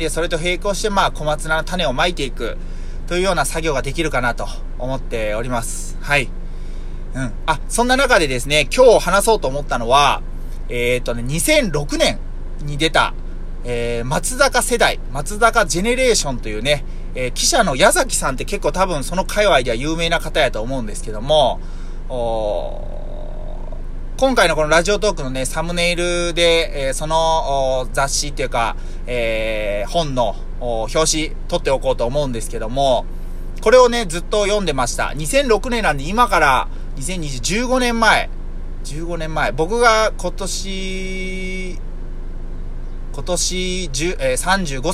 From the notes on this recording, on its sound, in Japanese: 車内で涼ながら収録しているのでエアコンの雑音がBGMっす。